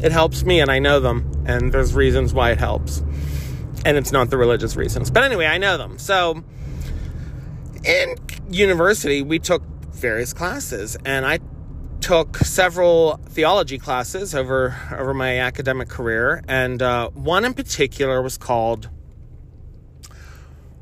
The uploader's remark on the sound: I'm driving (the phone was appropriately placed, and I was talking as though you were in the car).